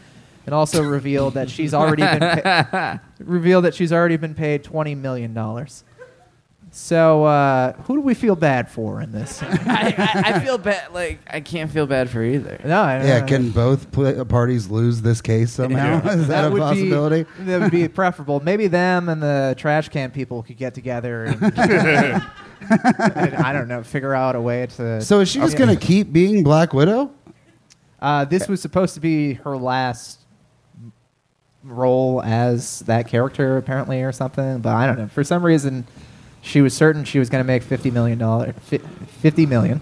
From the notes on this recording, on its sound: This live talk show is recorded in front of a human audience at 6:00 PM on Sundays at Chameleon in Northside, Cincinnati.